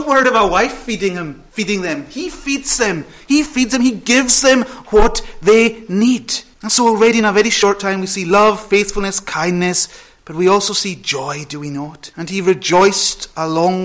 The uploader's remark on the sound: Sunday Evening Thanksgiving Service. Recorded at North Harris Free Church on the evening of Sunday 17th September 2022.